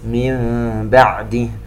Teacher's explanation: نون ساكنة وبعدها حرف الباء إقلاب، ويترتب عليه حكم الإخفاء الشفوي